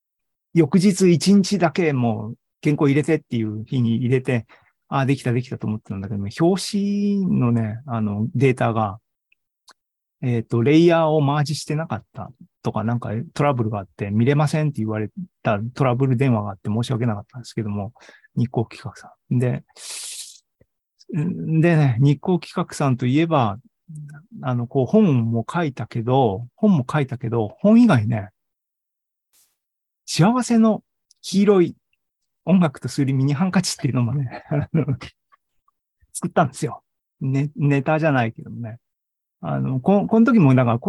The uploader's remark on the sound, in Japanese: ２０２２年９月２８日に開催した ZOOMライブの模様です。